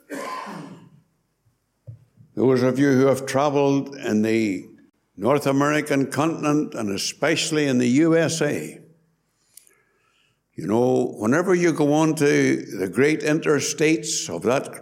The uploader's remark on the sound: Gospel Audio from Ballyclare Gospel Hall.